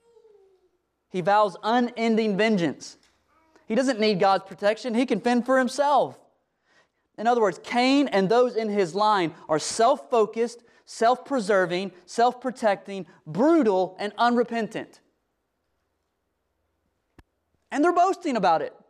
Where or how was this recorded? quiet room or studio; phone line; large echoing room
large echoing room